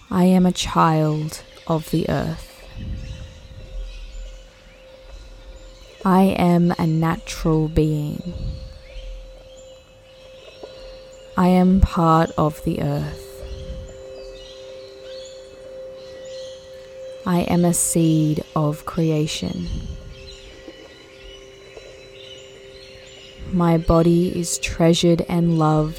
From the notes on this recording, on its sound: Affirmations For GROUNDING + Nature Sounds. I spent time recording the forest sounds in Northern NSW Australia (the birds are so vibrant and songful early in the morning) and I included them in this beautiful episode.